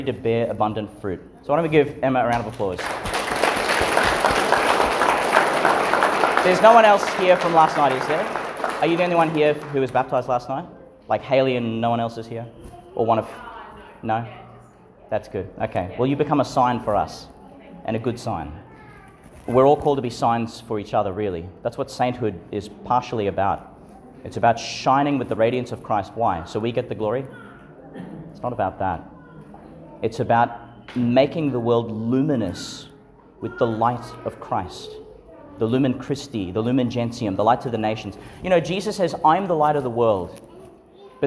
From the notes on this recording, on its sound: delivered in St Patrick's Church, Calliope, Qld.